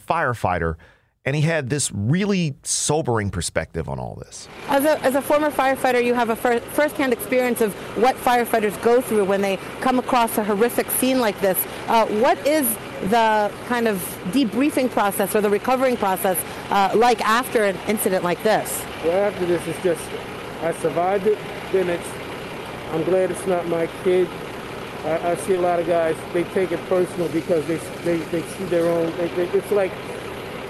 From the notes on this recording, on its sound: Sounds from the scene of Philadelphia's tragic fire.